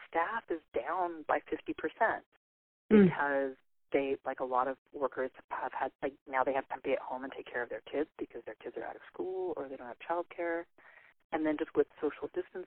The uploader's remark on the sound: over the phone